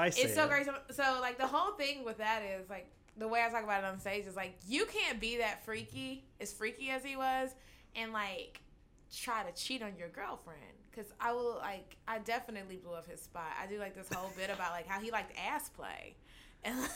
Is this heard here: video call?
no